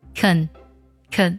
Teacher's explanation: 将这个肯定式的 can 呢进行了弱读，读作了肯的音，字母 A 呢变成了 k 加鼻音